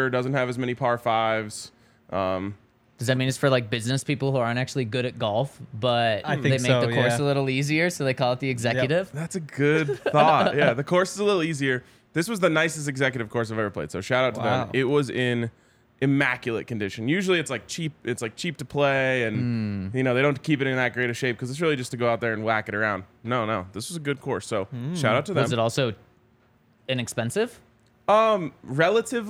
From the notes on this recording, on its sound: Coming to you LIVE from the DNVR Bar.